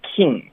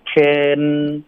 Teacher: Ken 不是 king，音的音不对，是 ken，结尾舌尖顶上颚 · Shown in: second take